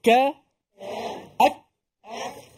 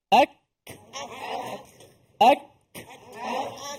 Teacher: putuskan suara pada makhraj kaf di pangkal lidah